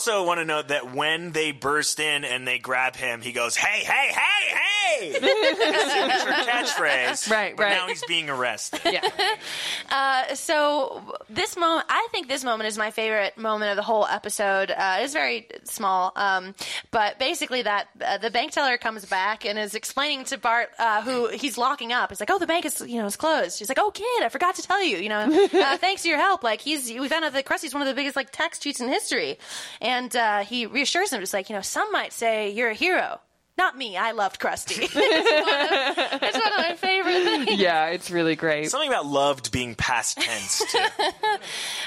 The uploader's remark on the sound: Joins us live on-stage. This is a live episode of Everything's Coming Up Simpsons recorded live at the Alamo Drafthouse in Denver last year. This audio is considered a lost tape – in fact, we were unsure it would ever see the light of day.